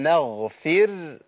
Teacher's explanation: الراء عندي ساكنة بعد كسر تبقى مرققة